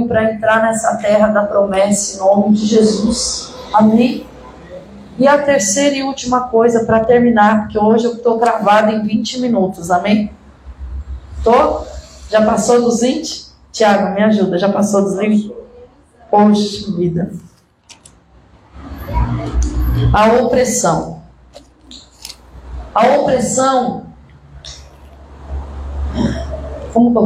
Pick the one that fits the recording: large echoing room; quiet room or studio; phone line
large echoing room